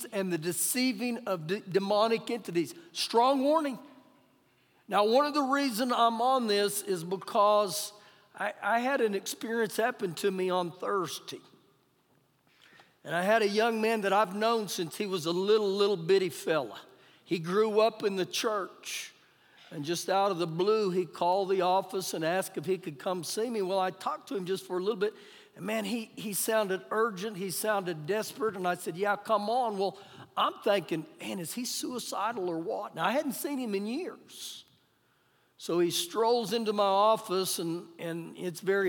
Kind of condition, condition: setting, live audience